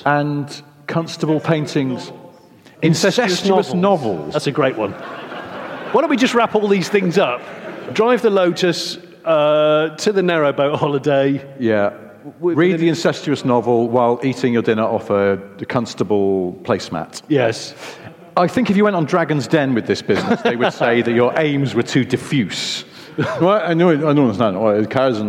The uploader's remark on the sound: In their second London live recording